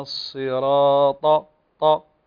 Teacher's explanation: أفخم الصاد ولا أقرأها سين